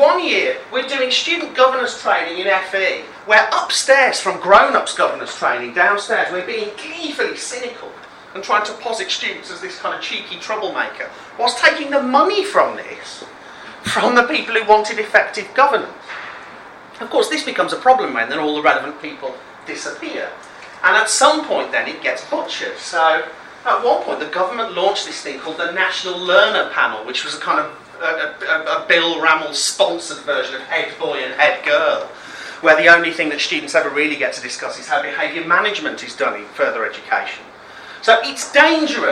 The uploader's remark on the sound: speaks at the SRHE Student Experience Network event Student Unions and the Changing Nature of Student Leadership in the UK